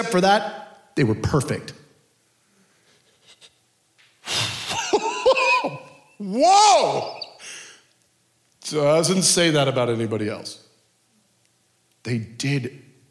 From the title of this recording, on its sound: Culture of Prayer Conference Session 3